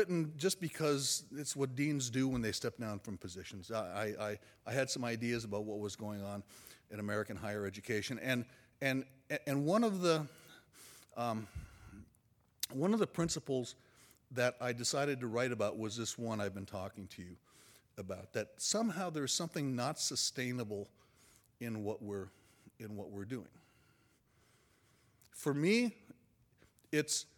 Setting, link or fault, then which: setting, live audience